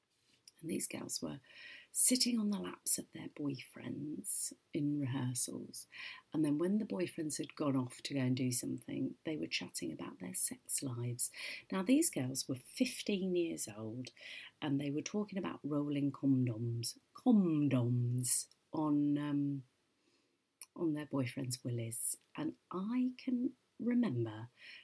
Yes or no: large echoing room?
no